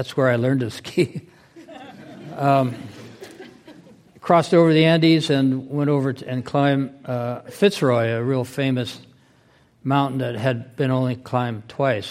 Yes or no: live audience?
yes